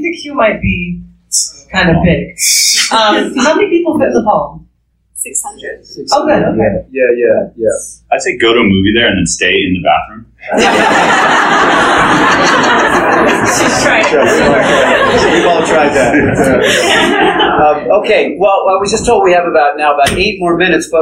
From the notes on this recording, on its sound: LIVE Talk at MountainFilm